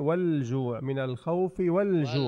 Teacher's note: والجوع ما لفظنا اللام، الجيم من الأحرف اللي بتلفظ معها اللام